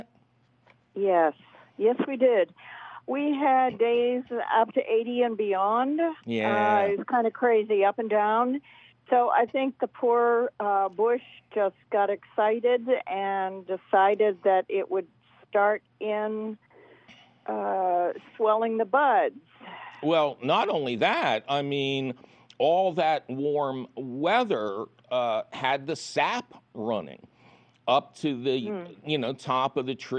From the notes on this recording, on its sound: your Fabulous Phone Calls!